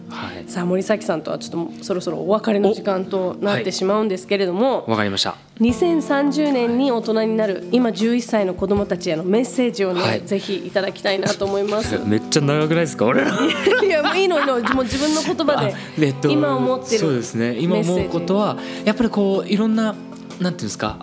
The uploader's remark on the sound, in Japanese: J-WAVE SPECIAL ITOCHU DEAR LIFE, DEAR FUTURE～ACT FOR 2030〜 公開収録の模様をお届け。